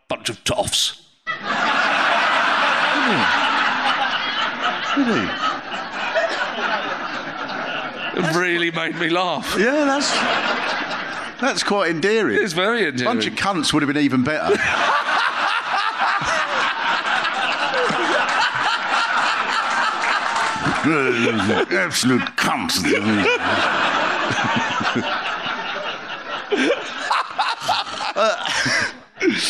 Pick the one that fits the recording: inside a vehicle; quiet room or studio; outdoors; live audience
live audience